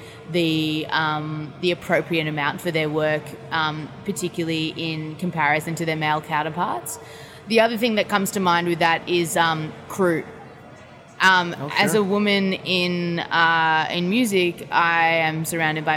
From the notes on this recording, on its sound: backstage at Lollapalooza